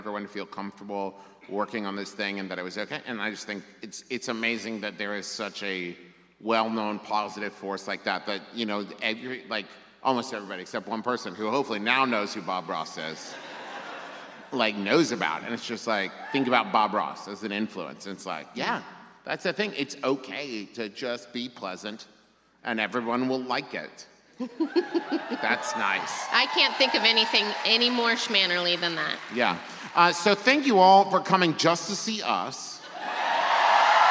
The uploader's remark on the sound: It was recorded LIVE in Nashville, TN!